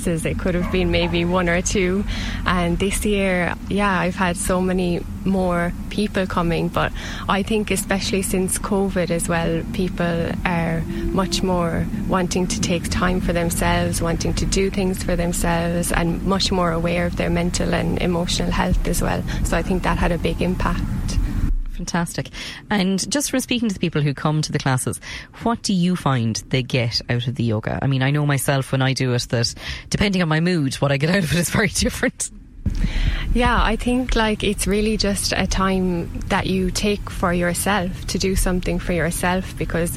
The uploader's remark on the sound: went out to Glenbrohane to do gentle yoga in the shadows of the mountains